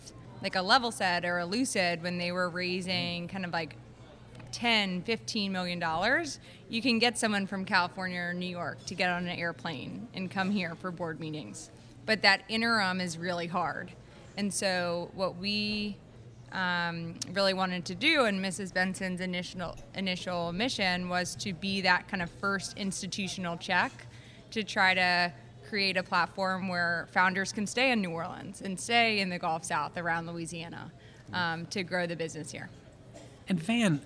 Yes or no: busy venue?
yes